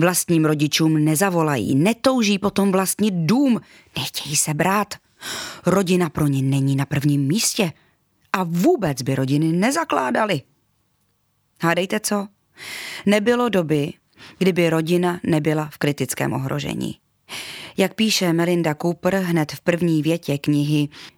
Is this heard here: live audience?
no